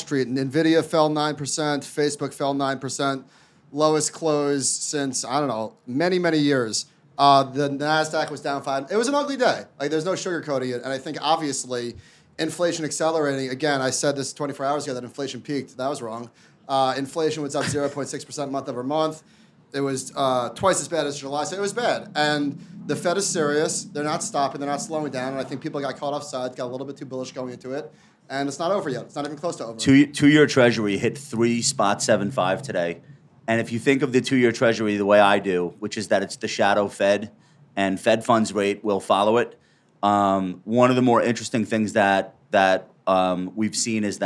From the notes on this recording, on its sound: This episode was recorded in front of a live audience at Future Proof.